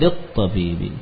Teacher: Dalam lafaz lamnya juga tidak terbaca.